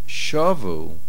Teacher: The accent is on the shin, mil'el, which means they repented.